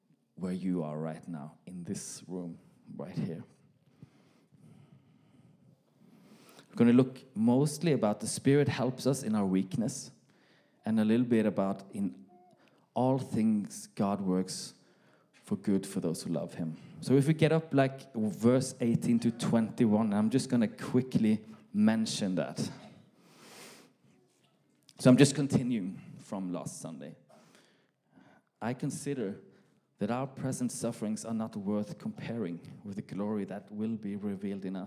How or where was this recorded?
live audience